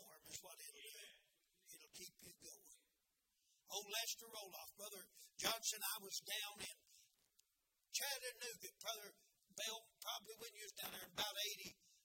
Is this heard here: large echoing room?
yes